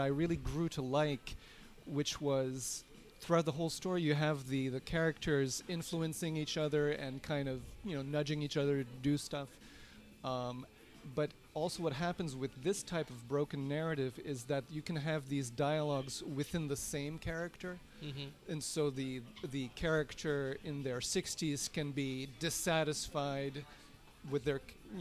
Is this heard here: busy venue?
yes